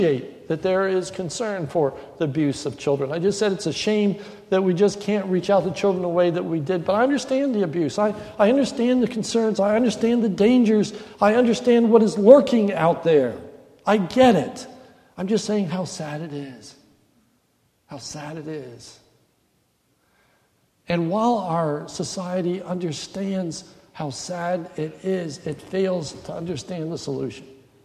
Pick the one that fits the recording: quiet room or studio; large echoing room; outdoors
large echoing room